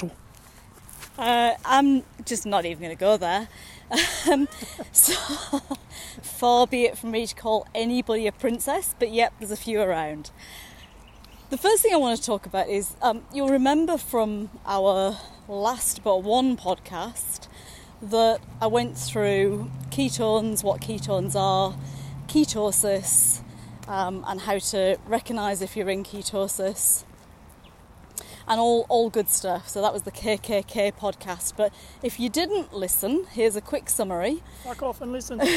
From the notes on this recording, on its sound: recorded during daily walks